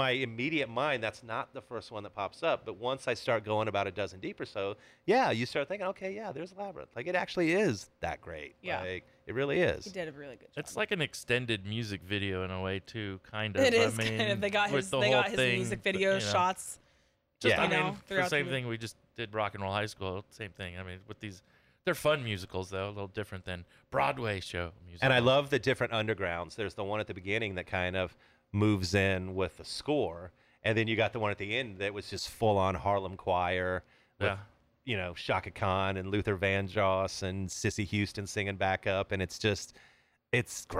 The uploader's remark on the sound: at the Casbah San Diego